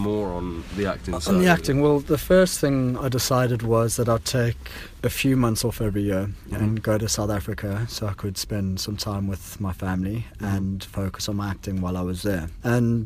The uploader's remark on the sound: We were in the car on Venice beach, watching the Sun slowly fall into the Pacific Ocean where we had previously been getting smashed upon by Neptune's Wrath during our surf session.